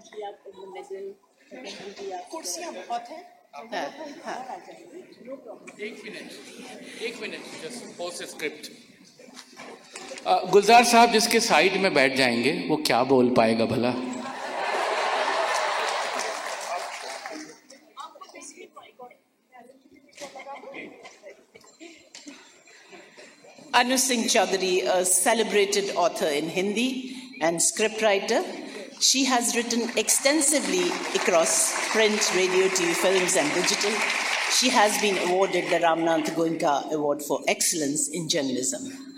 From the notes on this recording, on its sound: This is a live session from Jaipur Literature Festival 2023!